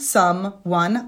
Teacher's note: the word someone, despite being written with O's, is in both of those syllables an a cup sound